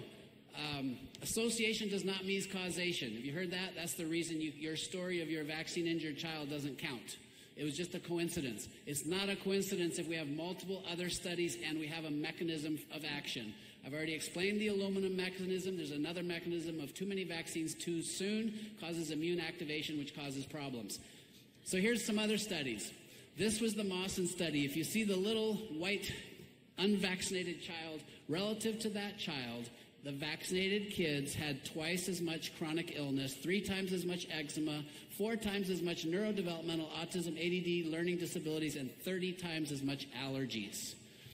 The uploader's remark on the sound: BEWARE TERRIBLE AUDIO...WAY TOO SOFT (I HAD TO USE SPEAKERS AND TURN THEM RIGHT UP) FOR THE IMPORTANT PART, THEN SUDDENLY REALLY LOUD MUSIC.